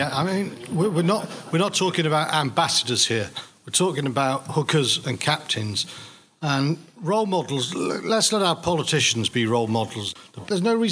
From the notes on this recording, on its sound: In front of a packed audience the panel discuss